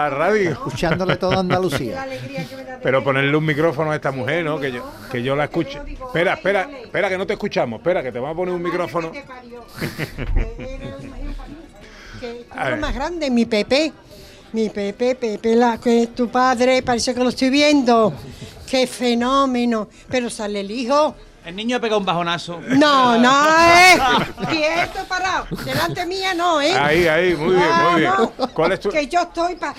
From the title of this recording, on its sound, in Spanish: En directo desde la Diputación de Sevilla, Sabores de Andalucía